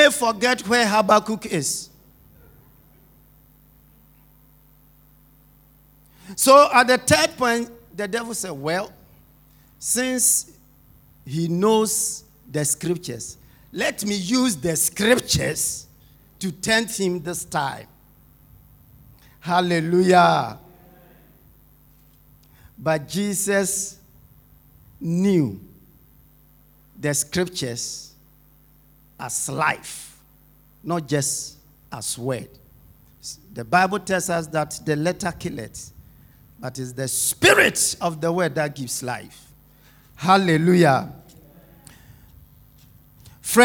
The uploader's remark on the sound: Sermon preached at Shiashie Campus